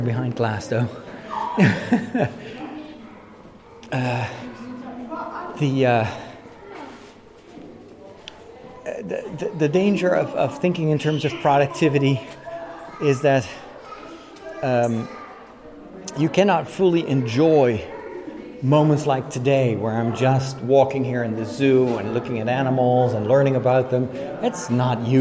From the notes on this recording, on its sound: During my walk today, recorded in Burgers’ Zoo in Arnhem